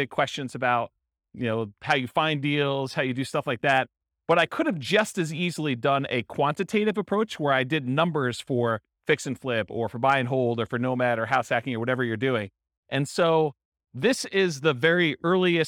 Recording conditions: live audience